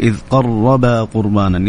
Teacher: يكون الراء يعني يذوب يعني حركة واحدة في اللسان